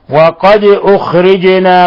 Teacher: دال ساكنة وهي من حروف الخمسة قطب جد فتقلقل